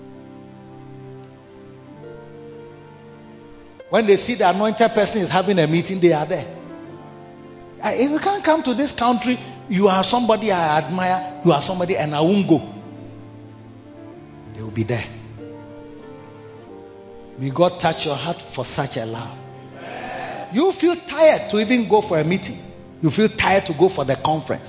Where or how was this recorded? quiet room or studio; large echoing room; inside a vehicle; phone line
large echoing room